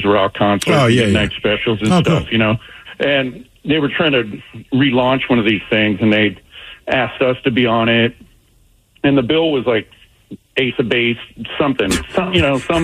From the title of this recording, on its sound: Special Phone Call!